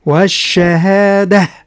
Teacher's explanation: والتاء المربوطة التي نقف عليها تنقلب إلى هاء